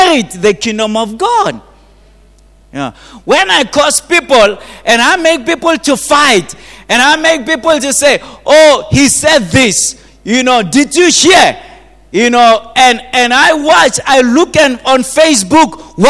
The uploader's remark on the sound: at GTCFC City Campus in the morning service.